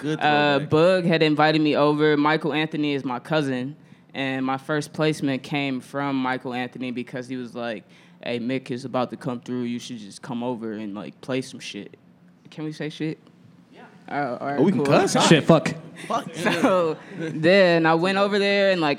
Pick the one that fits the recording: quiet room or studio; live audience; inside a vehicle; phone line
live audience